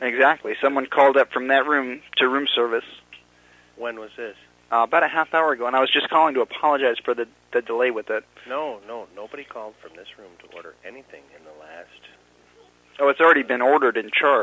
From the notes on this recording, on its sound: Personal Prank Phone Calls Collection. From archive.org.